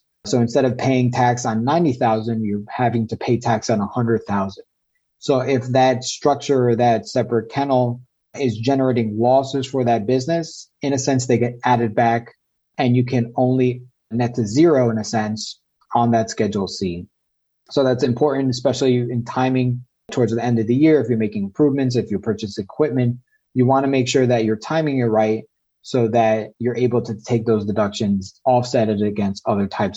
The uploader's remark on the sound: This episode is the audio version of a webinar.